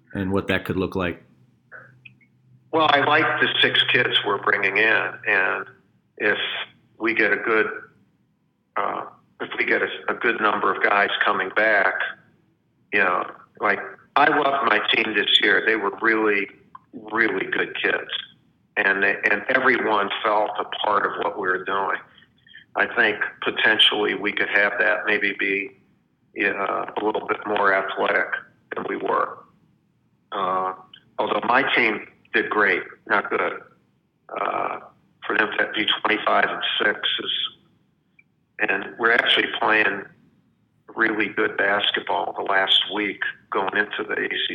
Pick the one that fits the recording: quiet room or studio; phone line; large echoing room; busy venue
phone line